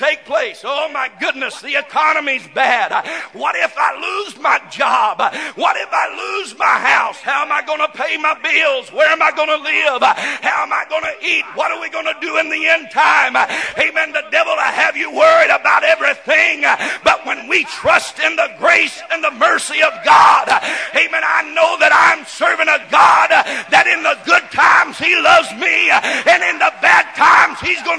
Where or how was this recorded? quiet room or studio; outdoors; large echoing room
large echoing room